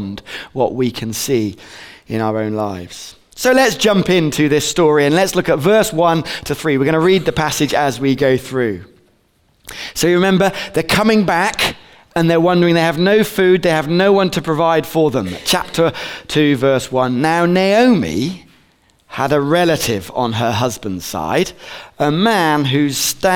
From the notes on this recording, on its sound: Recorded on 22/11/15 at Bournville gathering